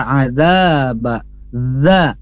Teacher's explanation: Kemudian azaba di sini pun juga jelas, ada fathah bertemu alif, maka azaba za. Nah, di sini harus jelas za-nya itu dipanjangkan dua harakat